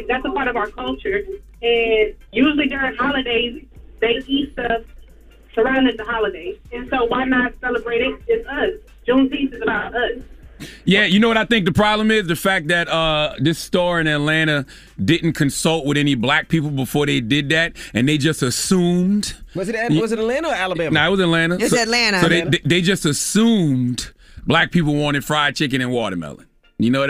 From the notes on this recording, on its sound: Today on the show we opened the phone lines to see if our listeners get offended over certain stereotypes.